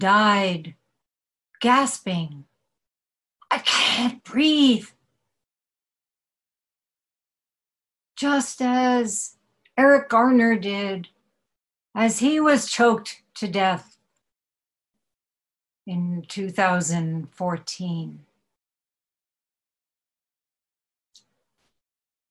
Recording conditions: video call